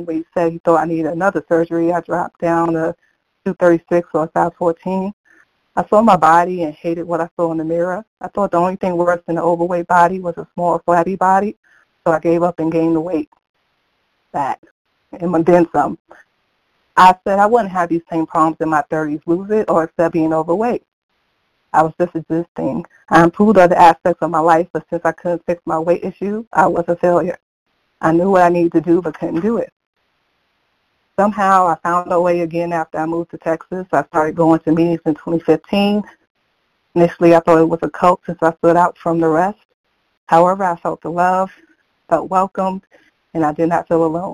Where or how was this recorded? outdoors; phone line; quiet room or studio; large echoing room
phone line